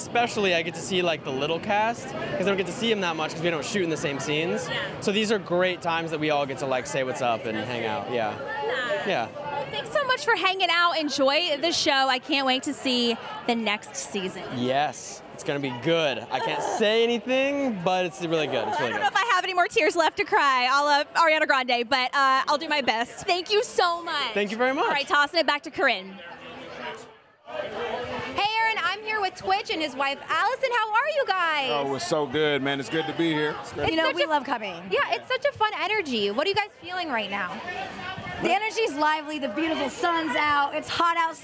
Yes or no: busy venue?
yes